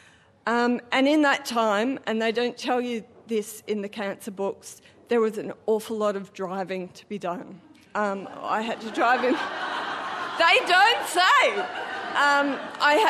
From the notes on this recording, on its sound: Recorded live at the Arthouse Hotel, Sydney.